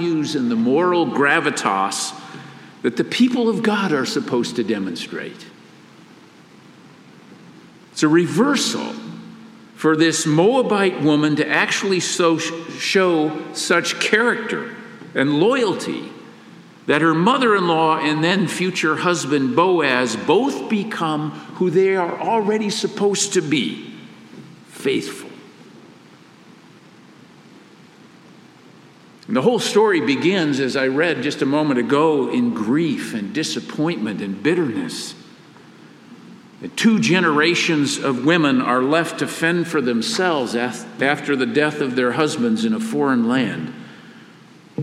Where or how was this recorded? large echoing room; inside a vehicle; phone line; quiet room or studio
large echoing room